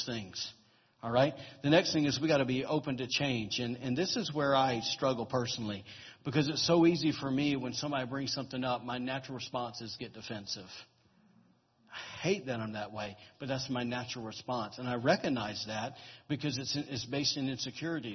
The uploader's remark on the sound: was recorded on October 1, 2017, during Sunday morning service at Celebration Life Family Church